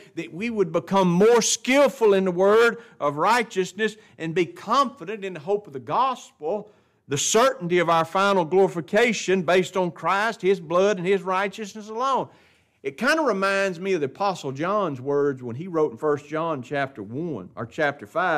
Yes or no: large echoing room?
yes